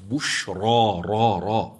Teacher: وتأمل هنا الراء مفتوحة، فأنت تقرأ لحفص بشرى را را. نعم، أنا أعيد الراء المفتوحة لتسمع أن الراء في رواية حفص مفخمة، أما في قراءة من ذكر حمزة والكسائي والعاشر والبصري فهي ممالة فرققت لأنها مالت نحو الكسرة.